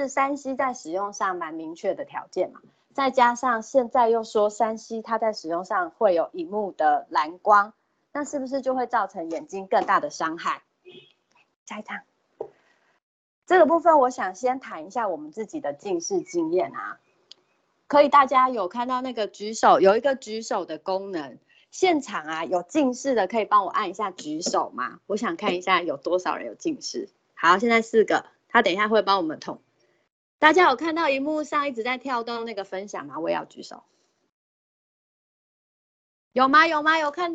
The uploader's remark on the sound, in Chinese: 此為線上課程錄音檔